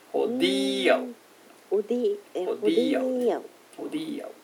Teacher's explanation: 後ろから2番目の母音で一番最後はアなんだよね。でその前がイなので、はい、イのとこにアクセントがありますね